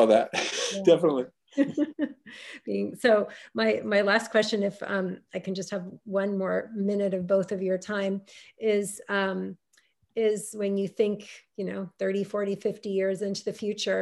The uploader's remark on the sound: In this mid-pandemic throwback. Gathered via Zoom.